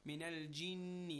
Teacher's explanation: Ghunna again is a nasal sound and a small stretch.